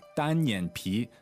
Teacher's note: that's first, third, second